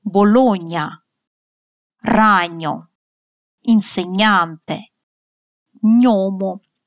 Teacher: Обратите внимание, по-итальянски это сочетание читается как «ня»